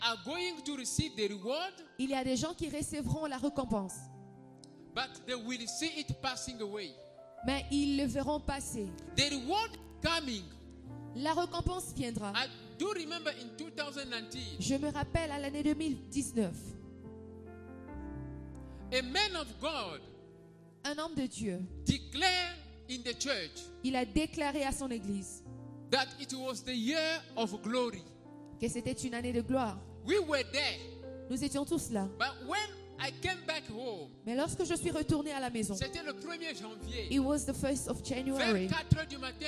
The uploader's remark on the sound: Sunday Live Service